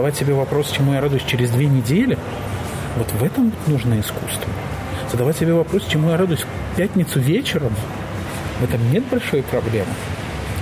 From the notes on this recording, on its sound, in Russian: Сегодняшний выпуск мы записали в Москве, в одном из кафе. Фоновый шум кафе (который нам все-таки не удалось убрать).